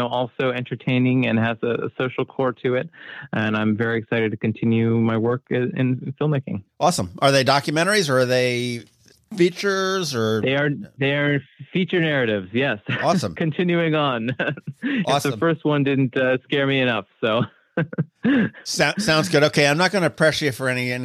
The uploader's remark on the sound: Today, we hopped on the phone